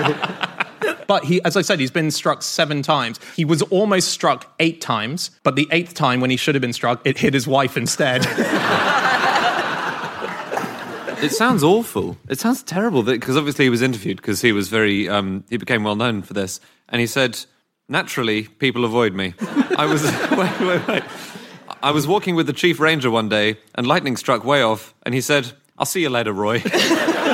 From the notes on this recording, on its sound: Live from the Salford Lowry theatre